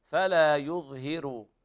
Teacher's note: قرأ ورش بترقيق الراء في قوله تعالى فلا يظهر، أن الراء مضمومة وقبلها مكسور، حيث قال الإمام الشاطبي ورقق ورش كل راء وقبلها مسكنة ياء أو الكسر موصلة.